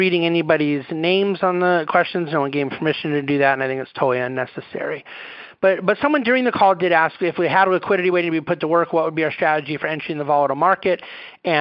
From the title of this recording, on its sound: National Conference Call Replay